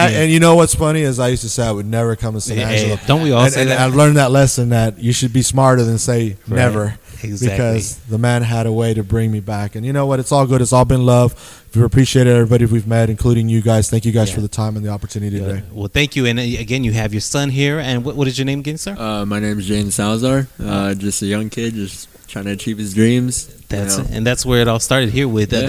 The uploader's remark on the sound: This week we are on location with one of the newest shoe and fashion stores located in Downtown San Angelo, TX, Publik Hype.